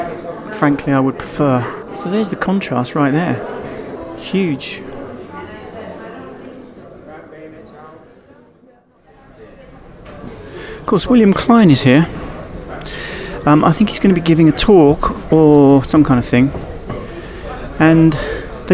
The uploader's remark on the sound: This years field report from the annual Photo London festival, featuring a personal, chaotic and non-comprehensive selection of chats, discussions, soundbites and random witterings.